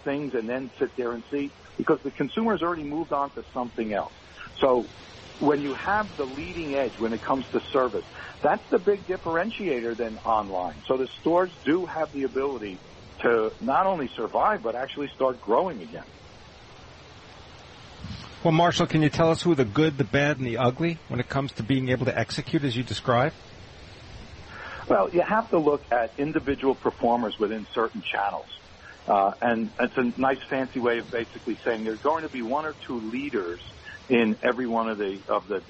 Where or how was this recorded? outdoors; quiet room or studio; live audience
outdoors